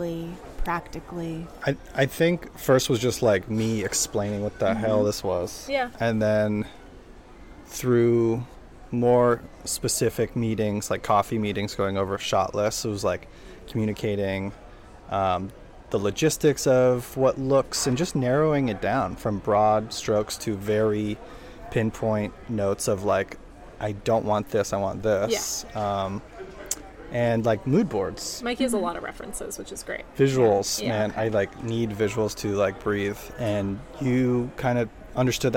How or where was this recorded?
busy venue